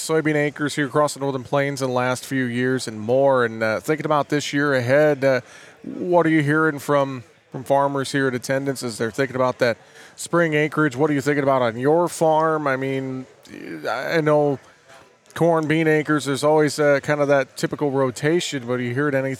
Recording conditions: busy venue